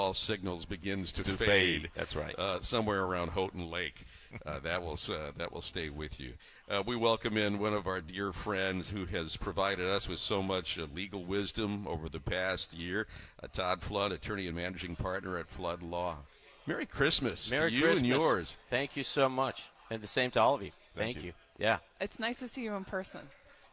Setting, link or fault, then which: setting, busy venue